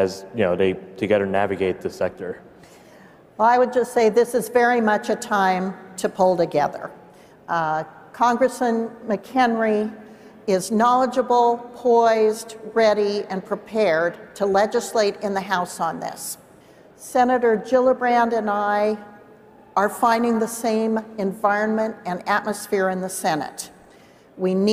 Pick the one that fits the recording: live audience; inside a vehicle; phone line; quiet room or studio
live audience